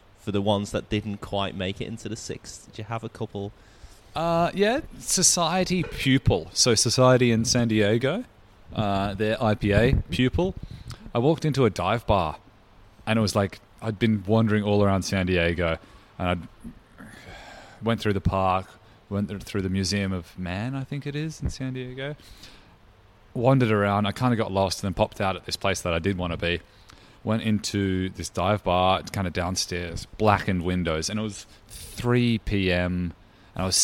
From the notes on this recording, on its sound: The episode was recorded at Molly Rose Brewing, Collingwood.